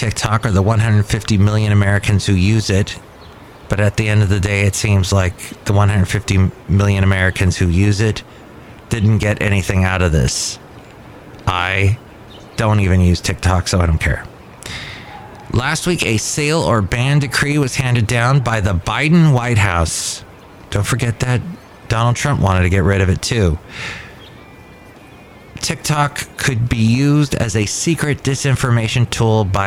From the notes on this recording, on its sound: podcasts live from Cafe Anyway